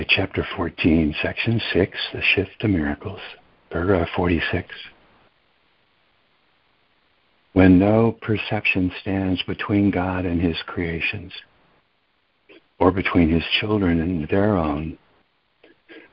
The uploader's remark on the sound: ACIM Daily Conference Call